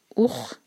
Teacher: جب ہم خو پڑھیں تو ایسی آواز آنی چاہیے جیسے ہم گلا صاف کر رہے ہیں